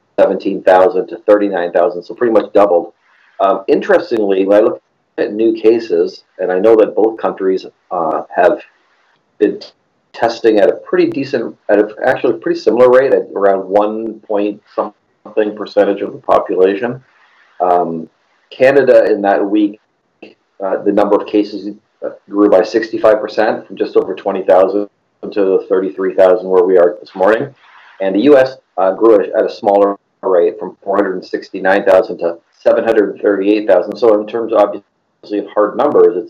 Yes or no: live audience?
no